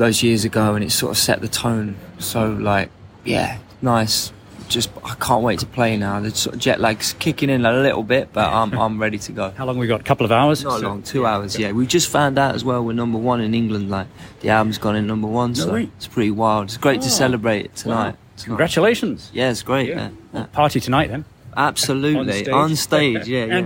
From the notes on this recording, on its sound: Who were in Japan for Sonic Mania at Summer Sonic music festival in August 2022. The interview took place backstage at Makuhari Messe in Tokyo just before their live show.